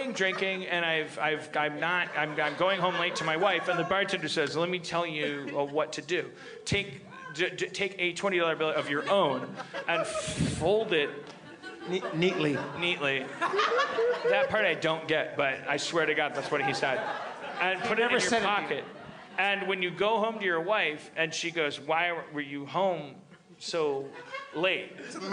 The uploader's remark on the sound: LIVE at The Gramercy, NY Comedy Festival 2015